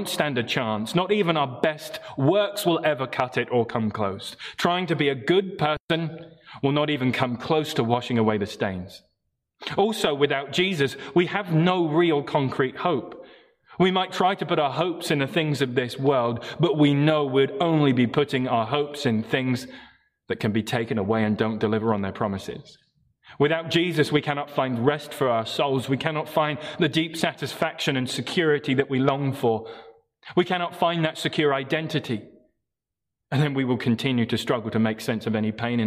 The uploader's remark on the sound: Morning Service Live Stream